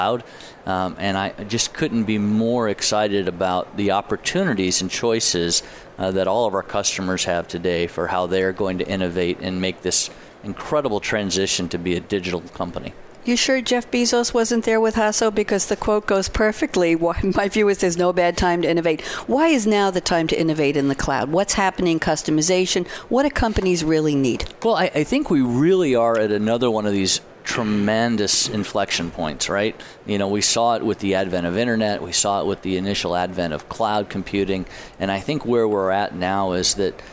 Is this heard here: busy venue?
yes